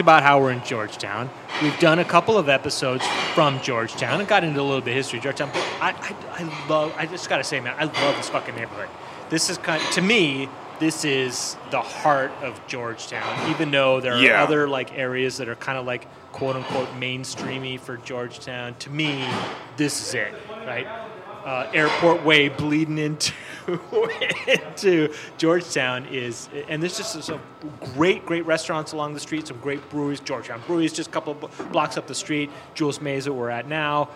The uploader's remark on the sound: Recorded live at Jules Maes Saloon. Jules Maes in Georgetown.